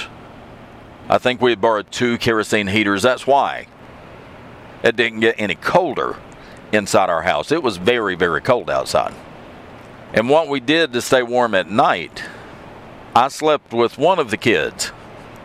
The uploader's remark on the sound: I'm back in the truck for this episode, so please ignore the background road noise.